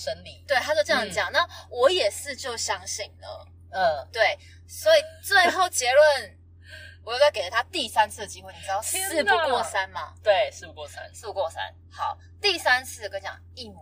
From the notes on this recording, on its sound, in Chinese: 音質較差請見諒